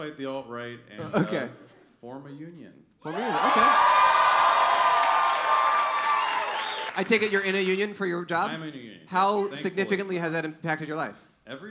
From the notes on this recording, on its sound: Recorded 3/10/23 at the Bell House in New York.